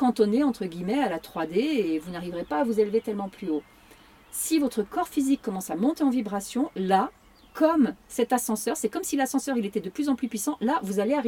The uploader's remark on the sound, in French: Audio enregistré (dans un camping car, oui oui, avec un cercle de privilégiés ) en live. Lors de sa tournée le Pranic Life Tour !